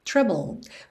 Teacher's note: Você encerra mesmo a letra com esse D lá com a língua no céu da boca e nem escuta nada.